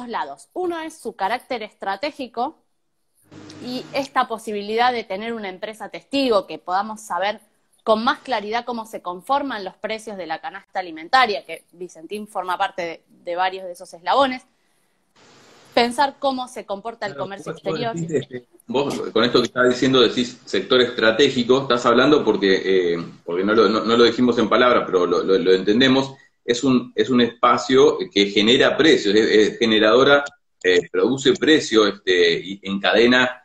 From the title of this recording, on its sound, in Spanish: Entrevistas de cuarentena por Instagram Live